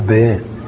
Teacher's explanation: بيان ألفها يلي الياء، إذن يجوز إمالتها · Term: إمالة